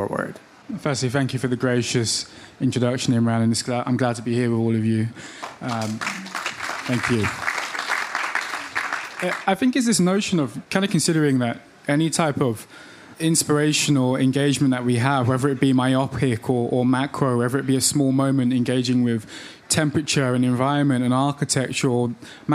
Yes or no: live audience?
yes